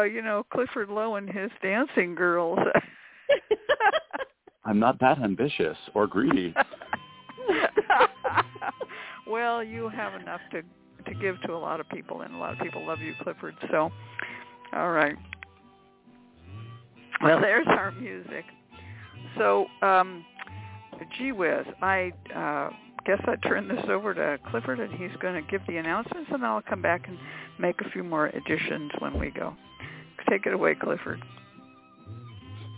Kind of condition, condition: link, phone line